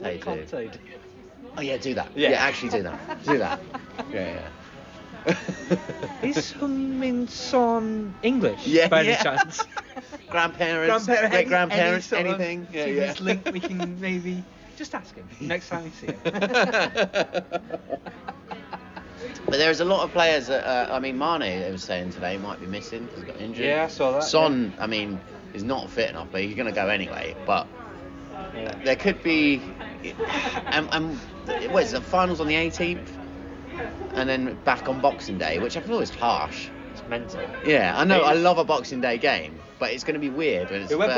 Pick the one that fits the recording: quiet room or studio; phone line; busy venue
busy venue